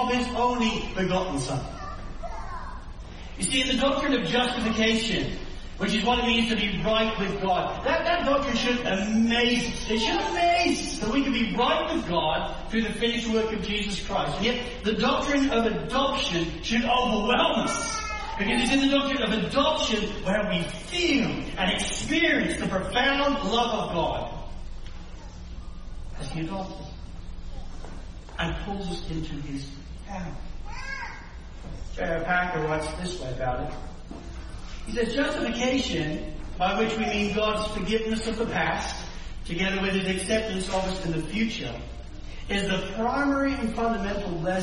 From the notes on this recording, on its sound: Sermon recording from Sunday 7 May 2023